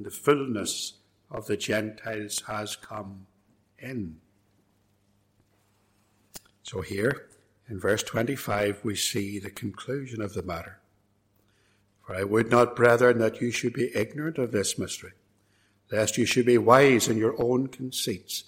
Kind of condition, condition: setting, large echoing room